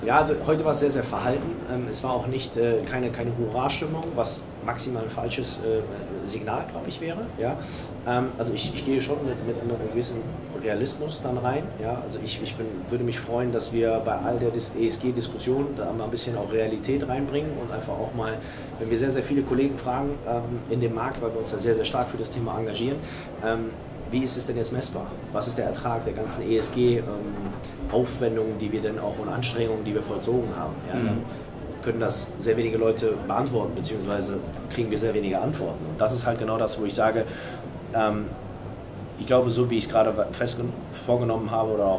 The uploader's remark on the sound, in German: Der Expo Real Live-Podcast. Herausgekommen ist ein Live-Podcast, der das Messegeschehen so wiedergibt, wie es sich für eine Messe gehört. Aufnahmegerät auf den Tisch, auf "Aufnahme" gedrückt und Tacheles gesprochen.